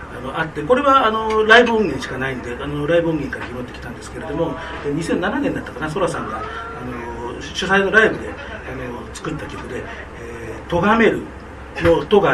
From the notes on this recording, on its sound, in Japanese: 2023年3月19日に新宿二丁目ALAMAS CAFEにて公開収録したものを編集しております。途中、会場の都合上、製氷機の音やお客様の声が入っております。機材マイクの関係で音量にバラつきやハウリングがある箇所がございます。